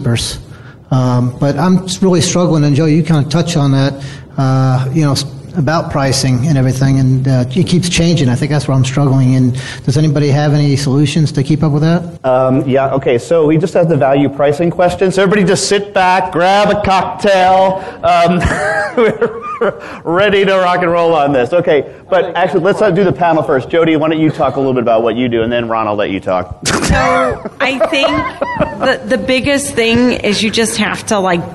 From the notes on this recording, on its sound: Were at Sage Summit 2017 in Atlanta and recorded an episode (or two) featuring a great panel discussion.